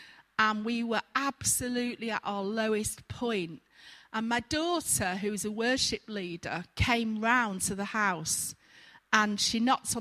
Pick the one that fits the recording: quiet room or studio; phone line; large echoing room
large echoing room